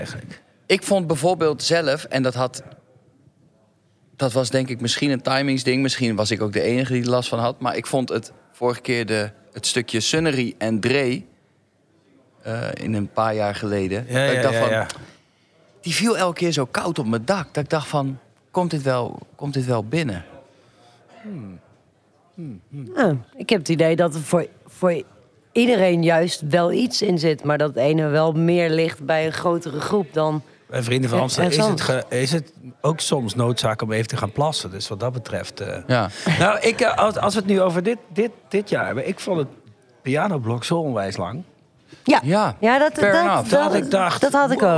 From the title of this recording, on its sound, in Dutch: De Vrienden van Amstel LIVE